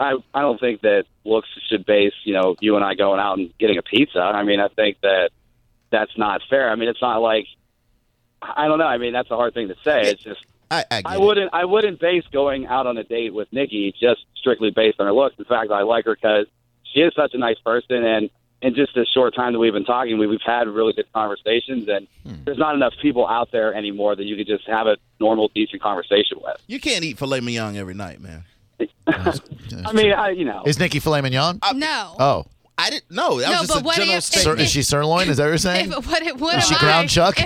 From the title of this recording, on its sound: A guy called